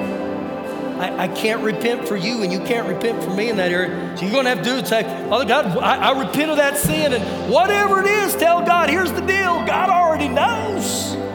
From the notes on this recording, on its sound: Recorded live during our Sunday morning service